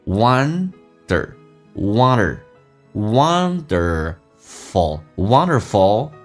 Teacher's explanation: one 前鼻音 w 加个 n